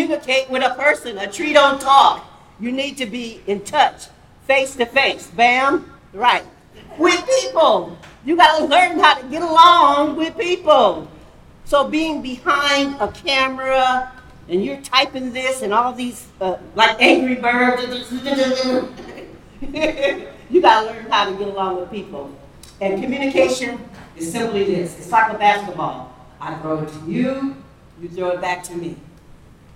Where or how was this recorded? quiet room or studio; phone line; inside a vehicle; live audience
live audience